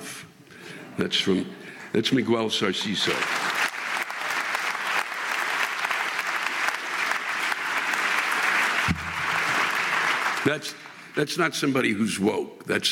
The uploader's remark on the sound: This week’s live rants come from the Tarrytown Music Hall in Tarrytown, New York.